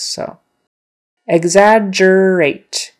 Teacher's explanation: in this particular instance, exaggerate, it's not a KS, it's a GZ, which are just the voiced partners for KS.